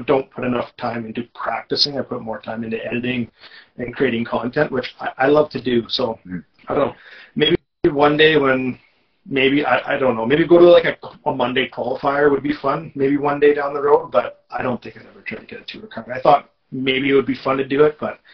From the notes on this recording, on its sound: Apologies for the not so stellar audio.